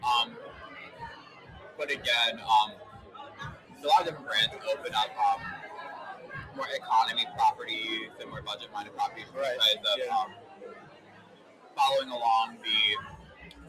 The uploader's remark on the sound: The Pineapple Podcast was on location to gather insight and perspective from our panelist and guest who attended the Rosen Alumni Hospitality Knight